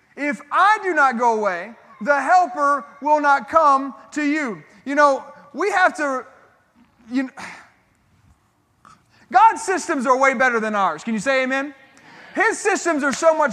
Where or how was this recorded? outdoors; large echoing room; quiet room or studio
large echoing room